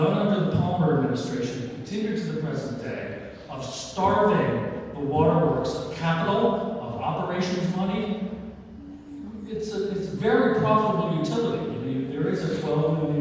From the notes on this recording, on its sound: Raw audio of public comments during the Trenton NJ City Council Meeting.